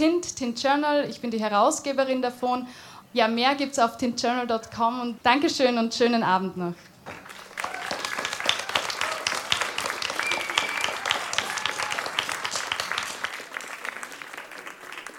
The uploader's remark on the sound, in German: Ihr hört Ausschnitte aus der vom Tint Journal organisierten Lesung auf der Literary Stage. Zwischendurch hört ihr Livemusik-Ausschnitte vom STERRRN Festival.